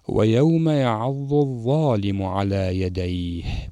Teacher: الضاد تخرج من حافة اللسان بمحاذاة الأضراس العليا، بالإضافة إلى وجود الاستطالة فيه، ولكن هنا الضاء يخرج من طرف اللسان في اللثة، ويسمى الحرف هذا لثوي، فهذا هو مخرج الضاد وهذا هو مخرج الضاء.